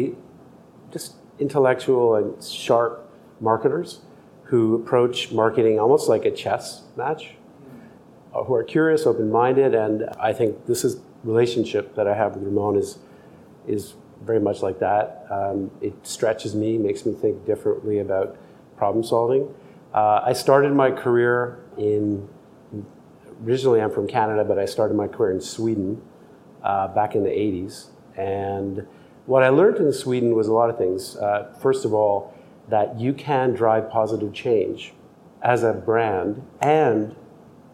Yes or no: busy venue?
yes